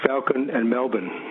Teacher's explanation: the A in Falcon and the E in Melbourne are pronounced exactly the same way · Term: Melbourne saying